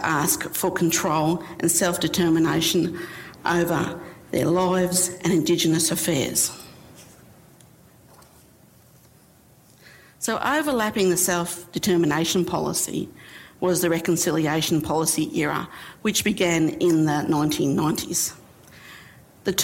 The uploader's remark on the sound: IFE Grand Challenge Lecture - recorded 25 October 2019 at QUT.